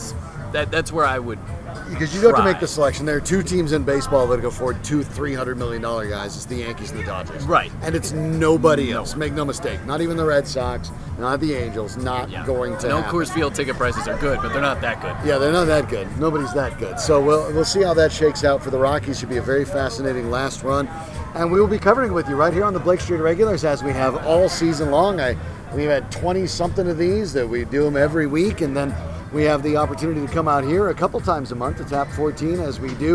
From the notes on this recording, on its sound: Recording live at Tap XIV prior to the #Rockies' series finale against the Braves.